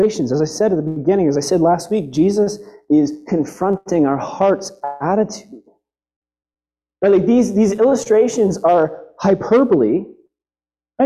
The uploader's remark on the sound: We apologize for the audio issues during this sermon